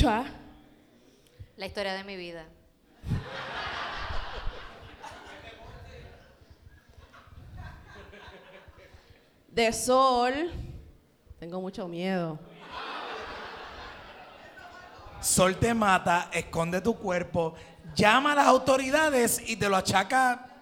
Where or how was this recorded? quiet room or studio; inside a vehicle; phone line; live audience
live audience